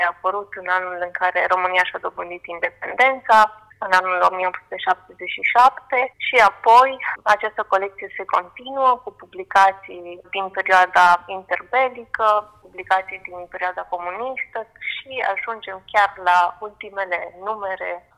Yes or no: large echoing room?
no